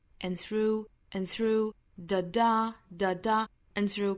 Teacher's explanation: 这个 and 需要做弱读，然后尾部的的省掉，然后 n 这样的发音就可以了，然后后面的 through 语调再上来 and through da da and through calm 后面这个 calm 要做重读，And through calm comes thought.